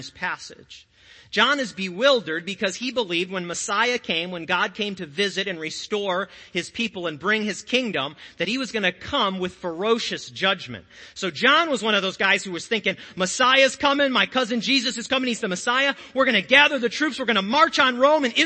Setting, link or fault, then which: setting, large echoing room